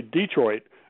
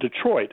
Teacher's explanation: I'm originally from the South, and we have initial stress on a lot of words · Shown in: first take